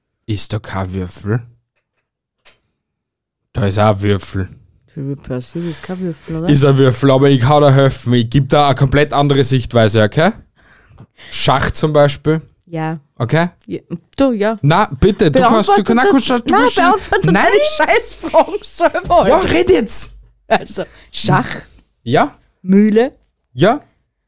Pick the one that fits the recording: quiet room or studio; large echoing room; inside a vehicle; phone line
quiet room or studio